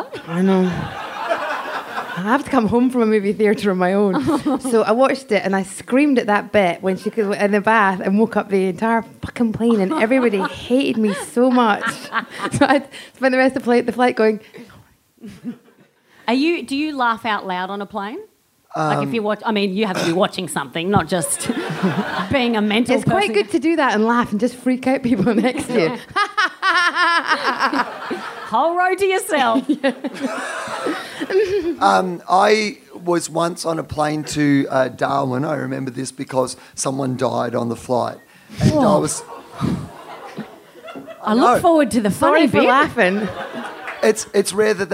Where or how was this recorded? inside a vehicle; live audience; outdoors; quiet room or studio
live audience